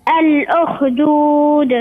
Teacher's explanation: الخاء لا تقلقل الخاء